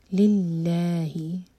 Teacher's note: اللہ تعالیٰ کے نام میں جو لام ہے اس کو لائٹ پڑھا جائے گا